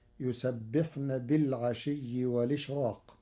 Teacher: وليس لورش ترقيق في راء الإشراق لوقوع حرف الاستعلاء بعده، فتصير: يسبحن بالعشي والإشراق.